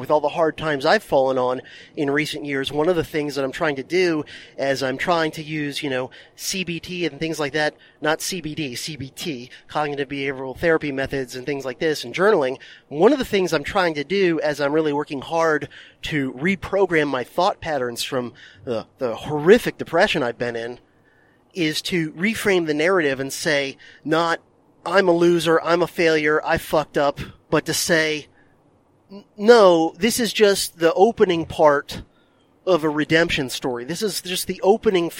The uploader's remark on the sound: recorded this DHP Bonus Episode during one of his long drives